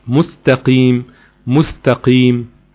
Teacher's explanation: تمام، يعني عشان السين ضربت فضربت وراها حرفين تانيين كمان، يبقى كلمة مستقيم من اول السين وانت جايب الترقيق في السين والتاء واقل درجات التفخيم في القاف